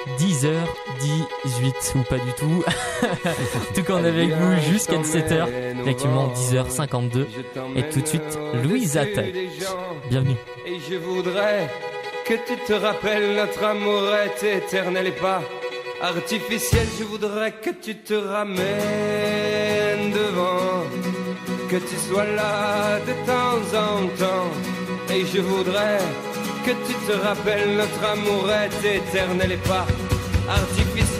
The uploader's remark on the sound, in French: Radio2B était à l'animation de Radio 100% Lycéens à l'occasion de la journée de l'engagement des jeunes en région Centre-Val de Loire. Ont interviewé tous les responsables administratifs et associatifs présents à Joué-les-Tours. Emission réalisée en direct samedi 30 mars 2019 depuis le Campus des métiers de Joué-les-Tours.